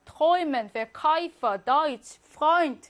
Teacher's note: 에우는 어떻게 발음한다? 오이로 발음한다.